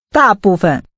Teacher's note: Using three falling tones, say most or the majority.